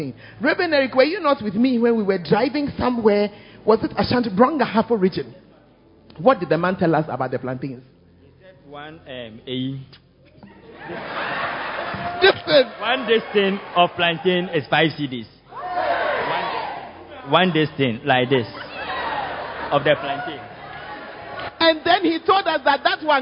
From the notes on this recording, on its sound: Preached At First Love Center, Ayeduase